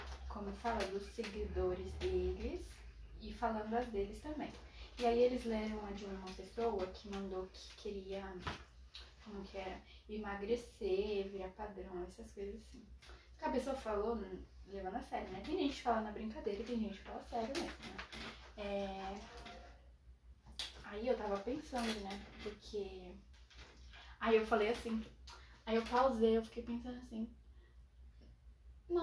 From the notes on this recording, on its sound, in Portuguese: Fiz esse ep de tarde. Desculpem pelos barulhos.